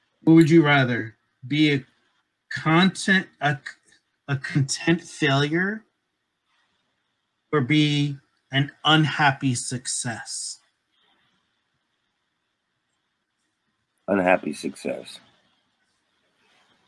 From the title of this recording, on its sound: Technical Difficulties